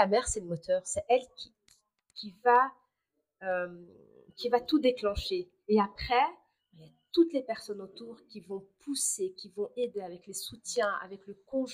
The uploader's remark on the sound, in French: Je m'excuse pour les bruits de fond et de micro